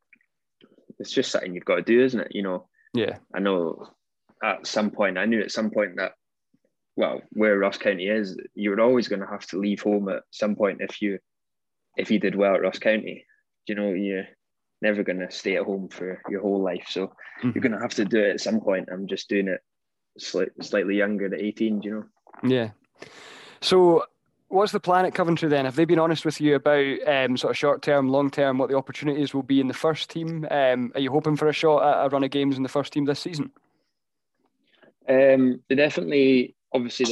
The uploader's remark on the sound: We caught up over Zoom